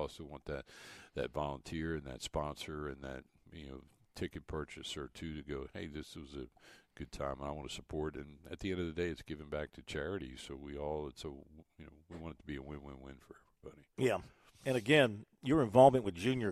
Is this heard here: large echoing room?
no